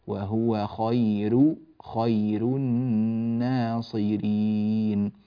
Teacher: وننبه إلى ترقيق الراء من خير، ها هي راء مضمومة لكن وقع قبلها ياء ساكنة، فلوقوع الياء الساكنة قبلها ترقق الراء